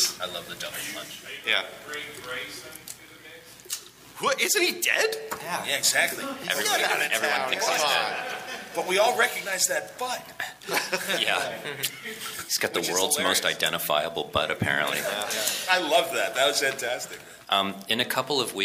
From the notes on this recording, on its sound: The Batman V Superman Panel from Cincy Comicon.